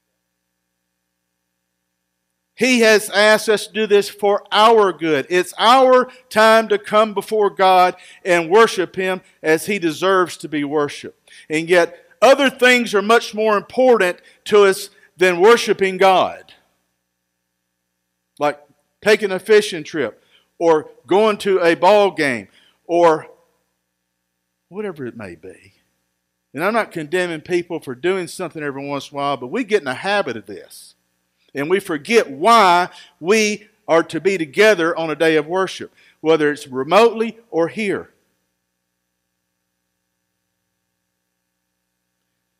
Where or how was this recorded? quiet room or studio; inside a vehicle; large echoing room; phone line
large echoing room